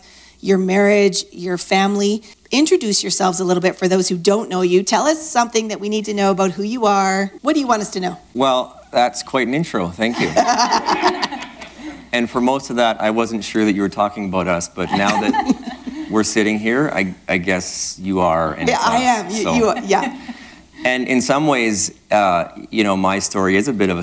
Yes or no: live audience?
yes